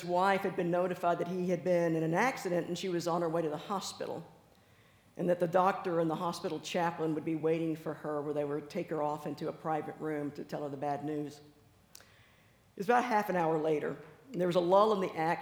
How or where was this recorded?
live audience